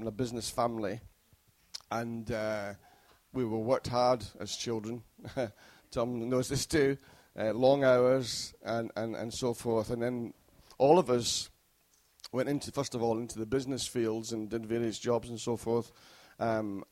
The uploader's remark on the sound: Recorded at freedomcentre church, Preston on Sunday 22nd May 2016.